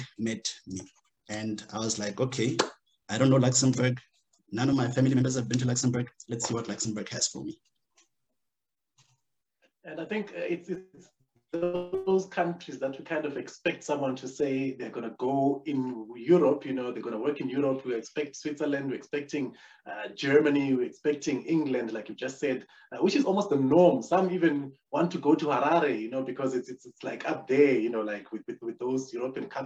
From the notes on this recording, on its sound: The series is webcast via Zoom